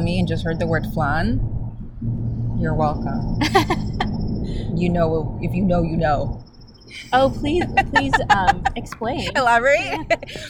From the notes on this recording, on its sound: Recorded in a park on a warm day